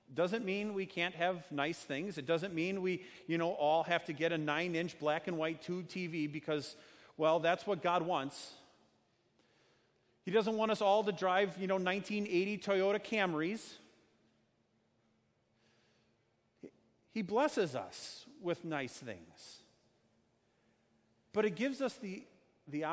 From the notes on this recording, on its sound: A sermon preached on Sunday, August 18, 2019, at Our Savior Lutheran Church in Birmingham, AL.